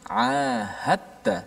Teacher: dal itu dimasukkan secara totally dalam dalam ta sebab tu ada sabdu di atas ta · Term: idgham